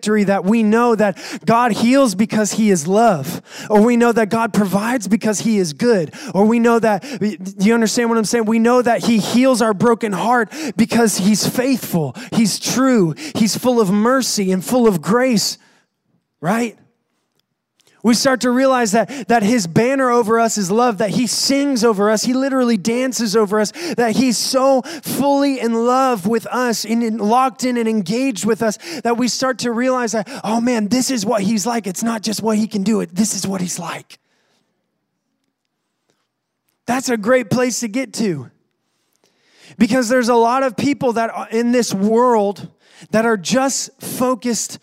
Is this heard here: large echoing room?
yes